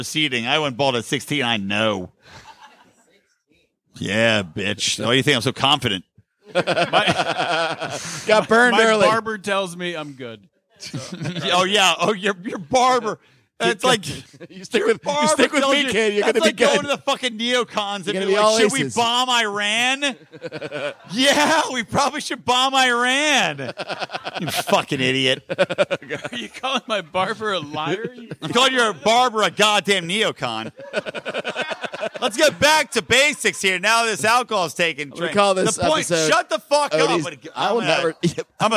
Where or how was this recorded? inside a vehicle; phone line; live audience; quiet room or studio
live audience